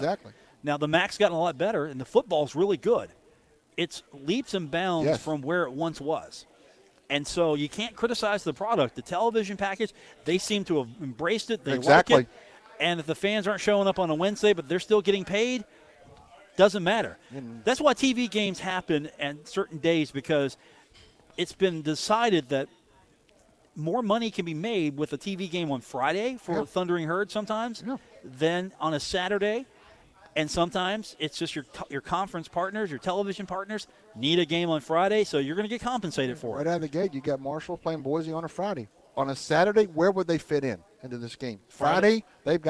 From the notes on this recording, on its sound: at the Union Pub and Grill